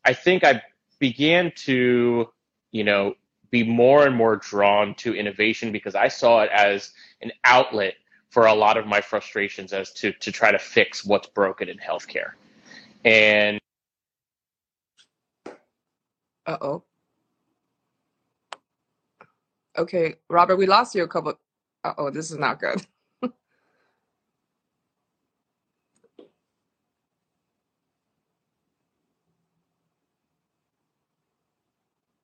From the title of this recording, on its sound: IG Live Interview